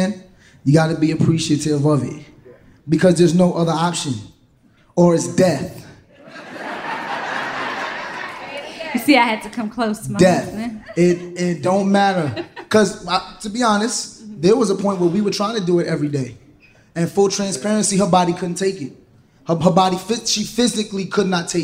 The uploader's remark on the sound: Live From Atlanta. ATLANTA, you brought the heat to Dead Ass Live at the Variety Playhouse. They wanted to find the ideal couple in the audience that night.